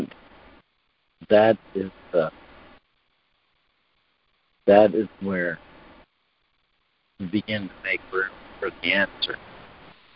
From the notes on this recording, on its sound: ACIM Daily Conference Call.